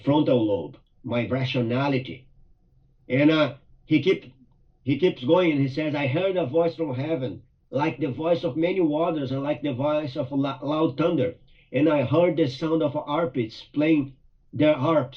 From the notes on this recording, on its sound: Via Zoom from Mt Pleasant due to the big winter storm.